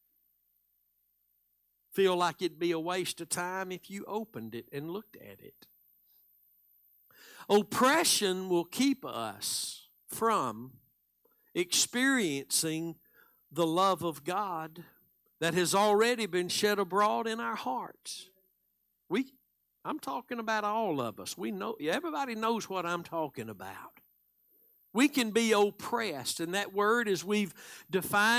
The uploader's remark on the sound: Live Sunday Morning Service